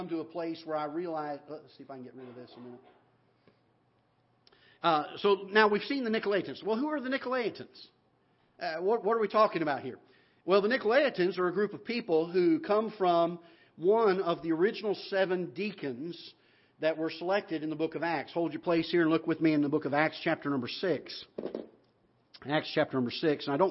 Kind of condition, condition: setting, large echoing room